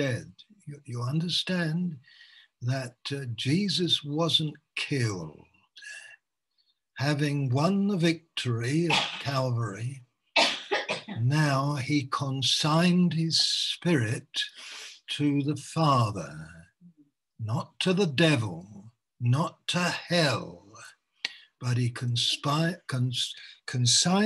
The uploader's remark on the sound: Malaysia Meets (Zoom)